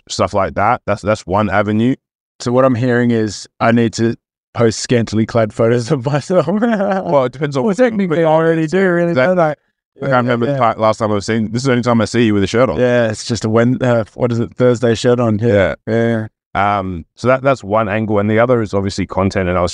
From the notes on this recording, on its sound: Coaching in the Car.